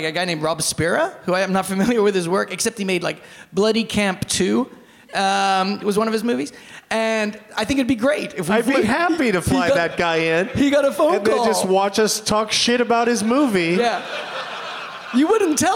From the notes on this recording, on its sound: Live from SXSW in Austin, TX